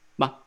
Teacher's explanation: And then the fifth tone is just ma, just short burst like that.